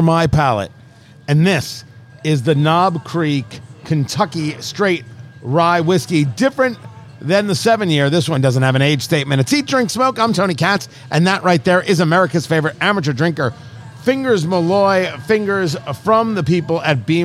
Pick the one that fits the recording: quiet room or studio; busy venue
busy venue